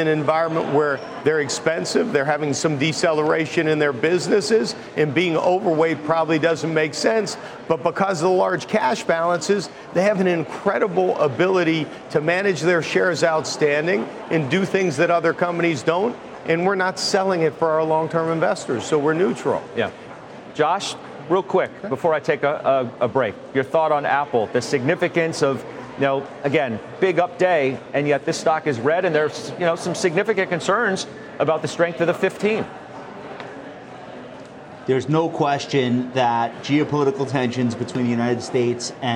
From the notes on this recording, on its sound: live at the CAIS alternative investment summit in Beverly Hills, CA.